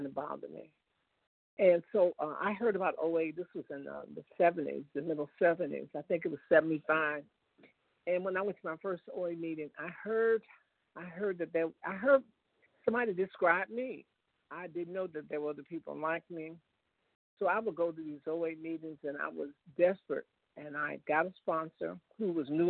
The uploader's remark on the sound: 100 Pounders Phone Meeting